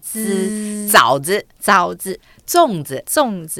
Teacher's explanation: 这个滋是放上齿背嗯，上排牙齿的后面念滋哦 · Term: 平舌音